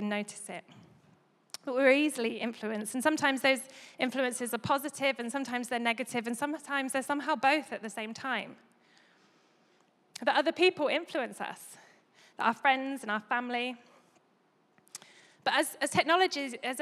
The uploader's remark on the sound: Recorded live at Life Church Lancashire - Sunday 25th September 2022